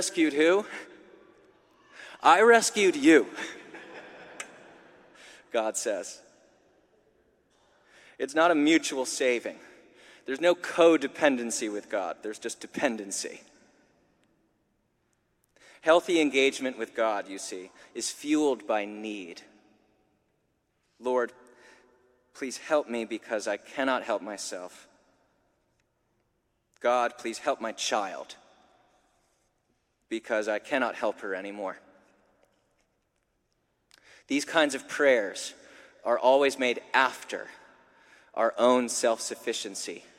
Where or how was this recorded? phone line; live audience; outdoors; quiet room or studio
live audience